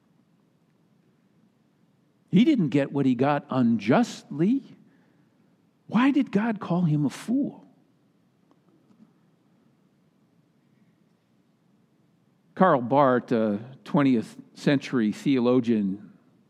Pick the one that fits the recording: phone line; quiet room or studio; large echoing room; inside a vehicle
large echoing room